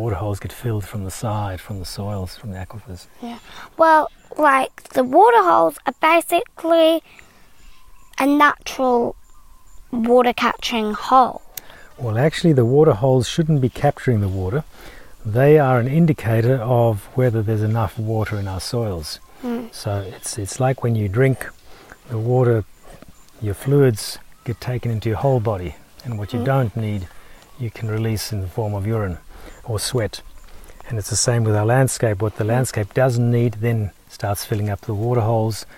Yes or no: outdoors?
yes